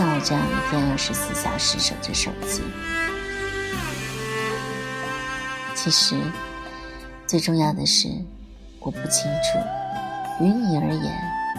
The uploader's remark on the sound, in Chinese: 本期手机录制，声音有些低了